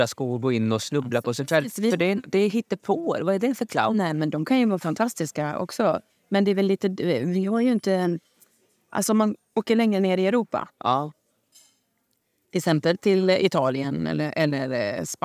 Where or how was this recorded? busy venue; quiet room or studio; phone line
busy venue